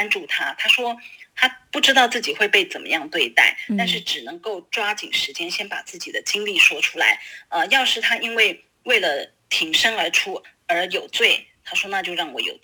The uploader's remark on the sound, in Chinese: 連線訪問中央社駐北京記者